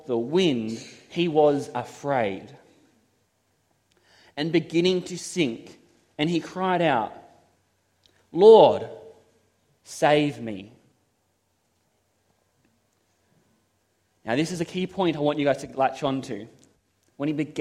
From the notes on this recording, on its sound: This is a sermon I preached at Toronto SDA Church.